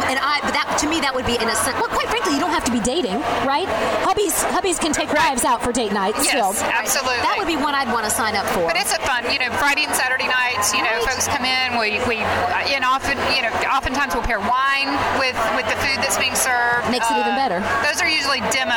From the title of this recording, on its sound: LIVE! from The Pinners Conference in Atlanta!